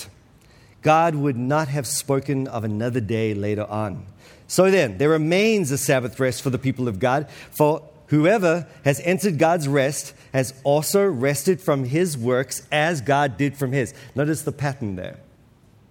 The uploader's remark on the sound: This week's episode is from the 2023 Pactum Conference